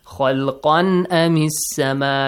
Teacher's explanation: if tanween is followed by a hamza, so hamza is the throat letter, so in this case you do not have to merge the sound of tanween. The sound of tanween must be clearly pronounced.